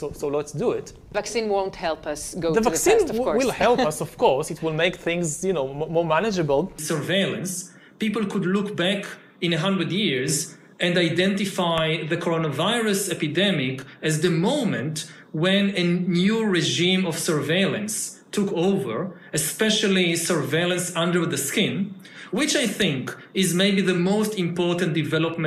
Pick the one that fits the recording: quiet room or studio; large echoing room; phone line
large echoing room